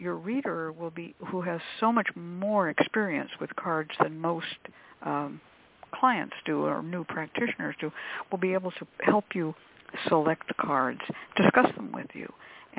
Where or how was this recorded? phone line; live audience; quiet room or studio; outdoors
phone line